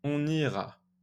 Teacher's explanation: And you do the uh, liaison, you link the N of on with the vowel, with the I of ira. On ira. I don't say on ira.